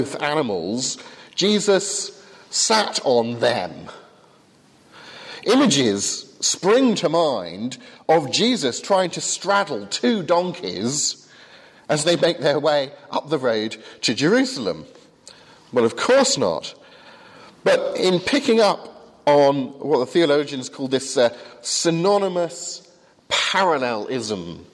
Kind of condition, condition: setting, large echoing room